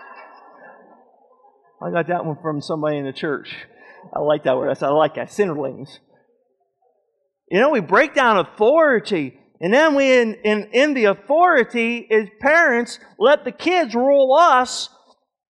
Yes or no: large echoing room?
yes